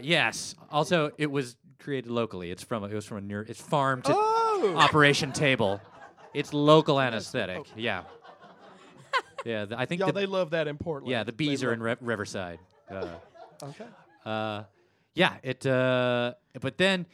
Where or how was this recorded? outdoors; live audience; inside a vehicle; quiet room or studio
live audience